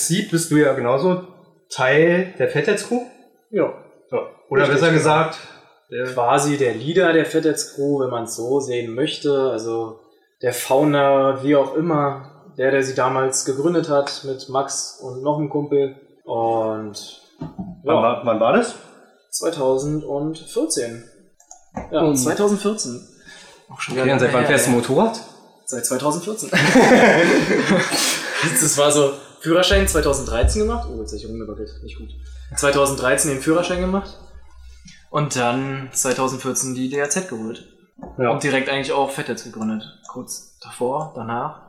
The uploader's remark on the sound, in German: Entschuldigt die schlechte Audioqualität, es war leider nicht möglich ein besseres Setup auf zu bauen für ein besseren Ton.